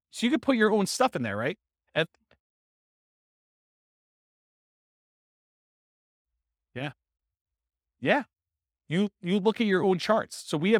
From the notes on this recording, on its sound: This was a live class recorded